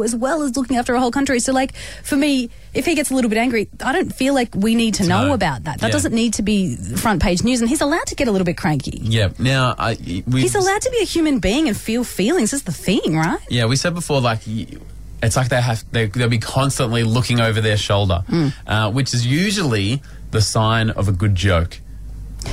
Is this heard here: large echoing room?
no